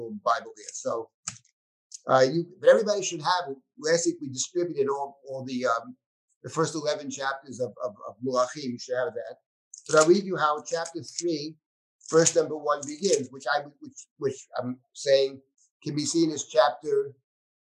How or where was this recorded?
video call